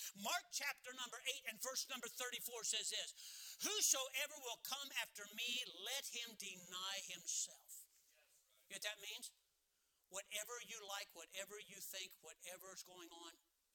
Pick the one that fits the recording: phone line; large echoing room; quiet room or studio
large echoing room